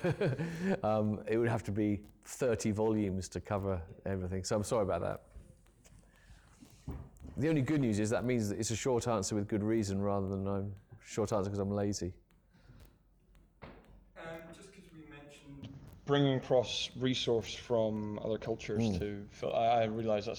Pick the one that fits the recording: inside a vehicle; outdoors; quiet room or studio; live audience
live audience